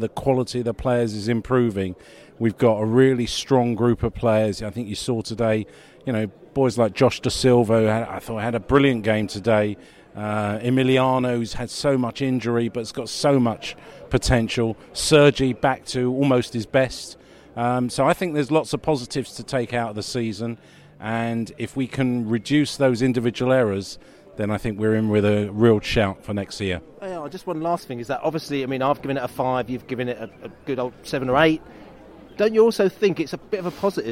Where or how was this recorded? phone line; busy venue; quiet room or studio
busy venue